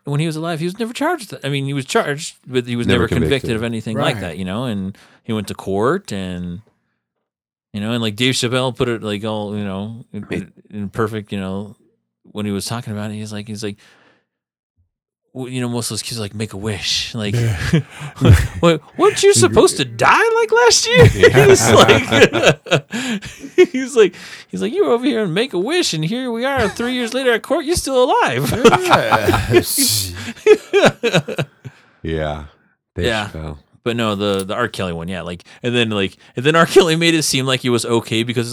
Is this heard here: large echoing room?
no